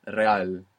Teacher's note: When we have an R at the beginning, you might hear it like a rolling R.